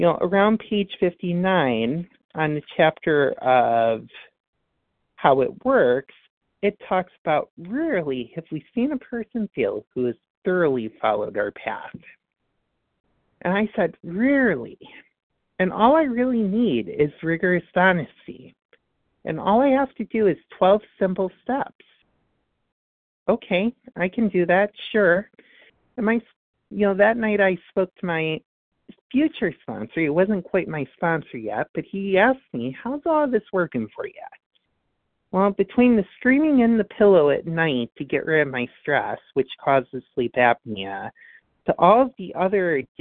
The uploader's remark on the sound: from the 100 Pounders Phone Meeting